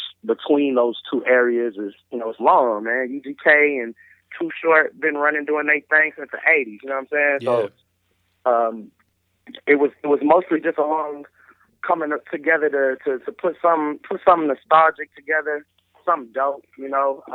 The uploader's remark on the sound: I was able to catch up with them via phone where the convo got quite interesting.